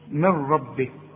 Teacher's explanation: النون بتخش في الراء إدغام كامل بدون غنة